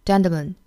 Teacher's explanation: TL 的发音，这个 T 的发音呢会略有浊化，发成类似于 D 的发音